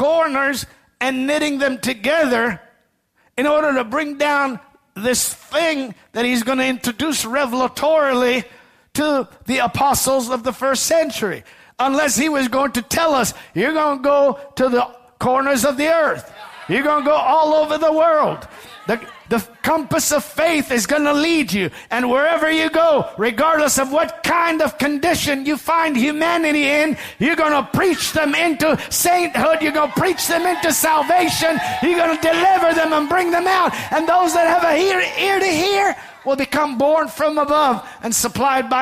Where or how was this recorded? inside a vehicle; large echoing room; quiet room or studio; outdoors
large echoing room